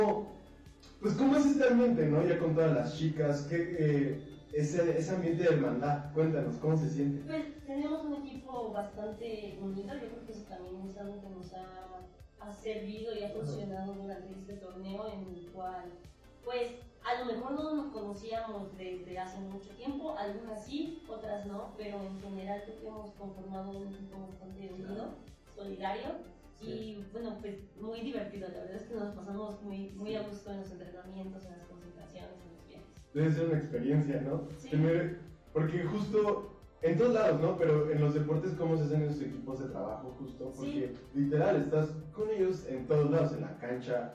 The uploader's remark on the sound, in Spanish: Por error grabamos con el micro de la pc y el audio podría ser mejor. Transmitido en vivo en 2020.